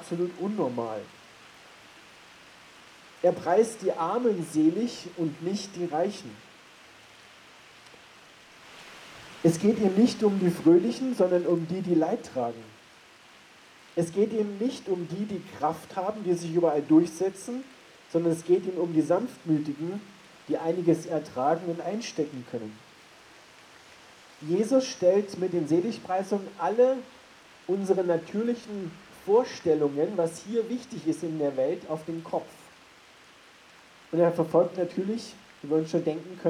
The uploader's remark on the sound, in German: Das Rauschen im Hintergrund ist keine schlechte Aufnahme, sondern die Predigt wurde bei strömenden Regen am Hauptplatz in Bad Tatzmannsdorf unter dem Dach der Bühne gehalten.